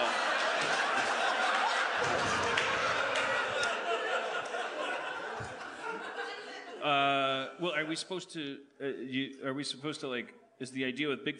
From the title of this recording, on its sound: LIVE from Bridgetown 2015!